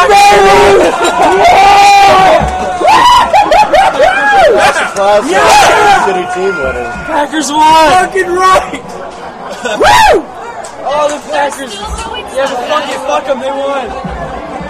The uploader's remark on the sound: LIVE from Glory Days